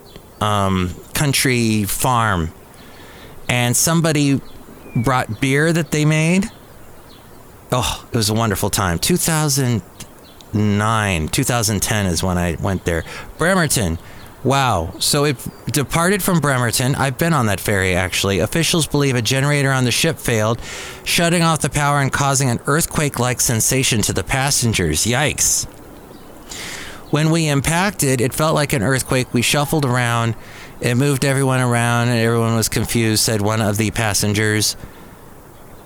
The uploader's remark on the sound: Podcasts live from Café Anyway.